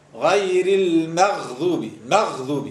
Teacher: الغين معناها رخويه ومجهوره باش تفرق بصفه الجهر هذيك غير المغضوب مغضوب لازم تعطيها قوه